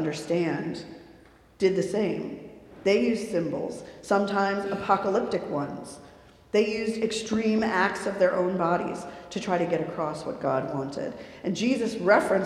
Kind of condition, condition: setting, live audience